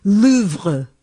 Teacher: the correct pronunciation for the famed museum is Louvre, with a very soft pronunciation of the R at the end.